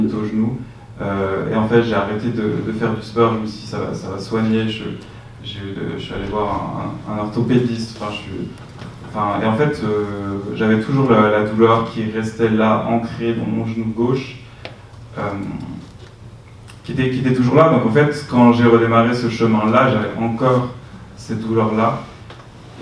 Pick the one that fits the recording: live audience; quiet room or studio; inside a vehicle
live audience